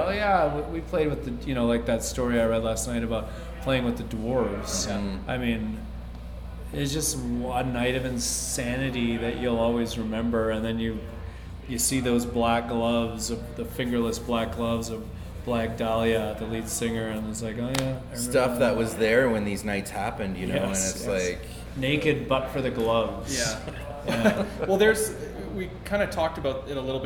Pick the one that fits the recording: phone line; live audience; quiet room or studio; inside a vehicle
live audience